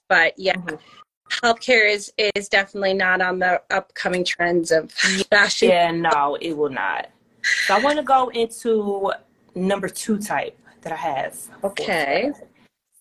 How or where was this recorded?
video call